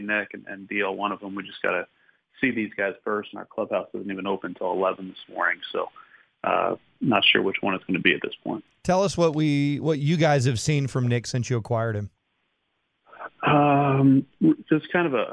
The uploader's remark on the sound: Called in to the Ben and Skin show.